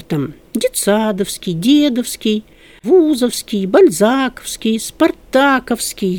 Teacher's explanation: И все они имеют ударение на корне